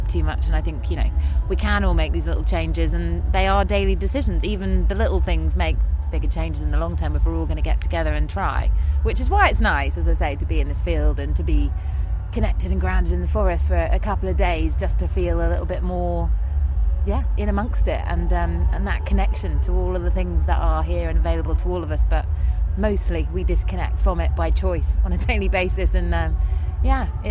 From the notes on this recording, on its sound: goes to NOISILY festival in Leicestershire